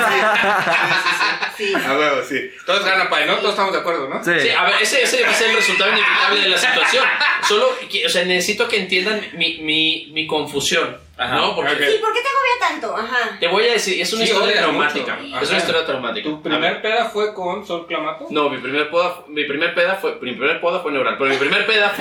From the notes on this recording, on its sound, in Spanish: Hubo problemas con el audio, perdón.